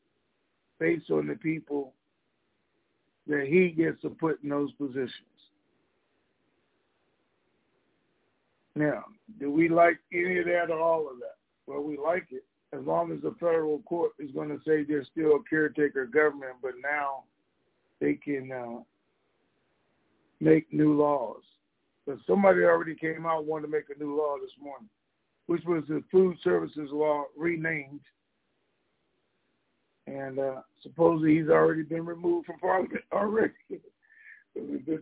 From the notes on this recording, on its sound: Conference Call